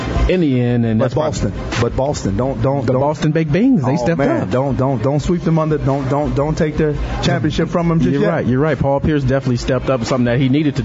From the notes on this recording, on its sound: Live From Fat Daddys'